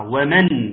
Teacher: اظهار نون اتى بعدها حرف الخاء، فيكون حكمها الاظهار